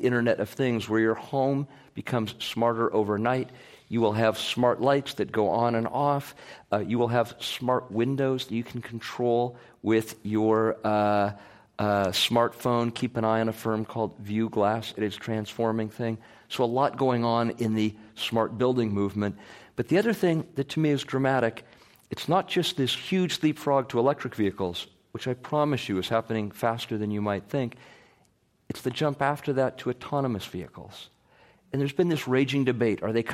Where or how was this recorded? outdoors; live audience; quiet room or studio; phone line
live audience